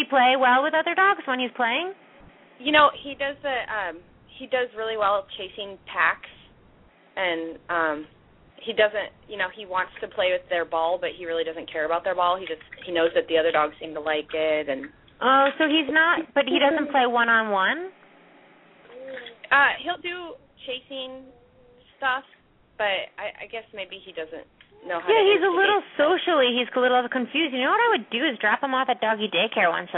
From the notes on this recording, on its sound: open up the lines for listeners to call